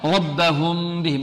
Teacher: إذن هنا الميم الساكنة بعدها باء، ربهم بهم، نخفيها، لا يقول إن ربهم بهم، نطيل الغنة فيها، نعطيها غنة الإخفاء